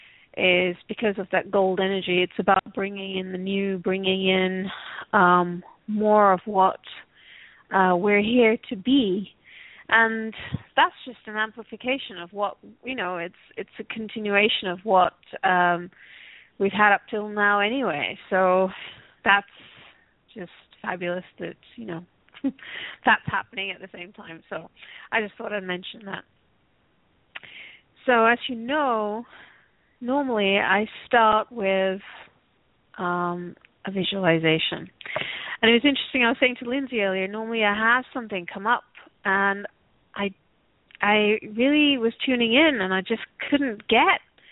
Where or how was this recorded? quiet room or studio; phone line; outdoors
phone line